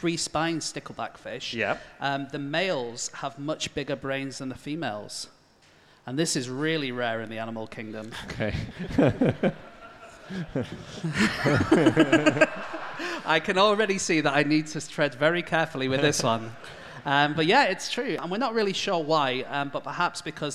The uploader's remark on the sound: Live from the Nerdland festival in Ghent